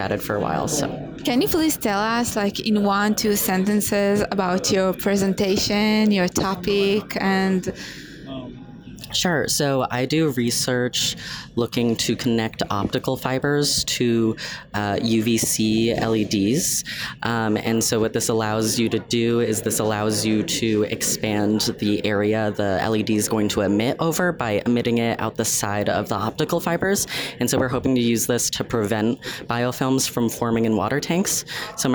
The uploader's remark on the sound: Live at IUVA Americas 2022